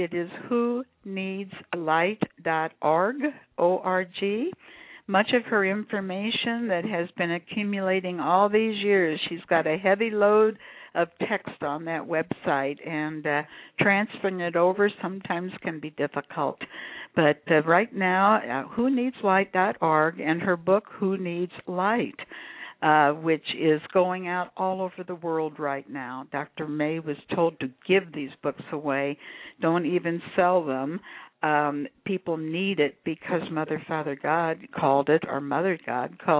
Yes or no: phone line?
yes